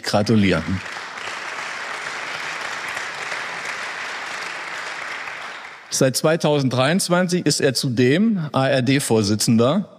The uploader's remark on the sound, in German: Bei einer gemeinsamen Veranstaltung des Mannheimer Morgen und der Reiss-Engelhorn-Museen in Mannheim. Diskutierte anschließend mit dem Publikum.